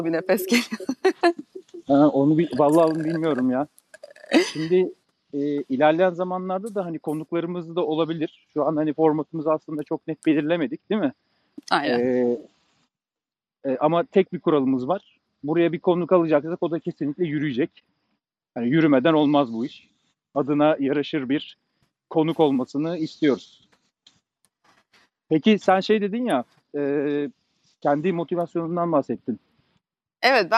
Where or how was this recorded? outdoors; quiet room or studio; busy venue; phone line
outdoors